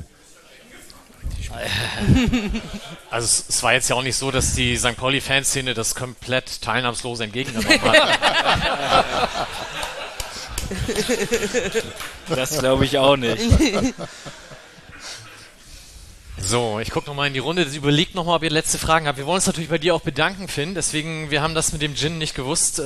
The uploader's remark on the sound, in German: Das war ein toller Abend in den Fanräumen. Haben wir unsere Monatssendung vor Publikum aufgezeichnet. Vielen Dank an Fanräume, die uns den Saal günstig zur Verfügung stellten.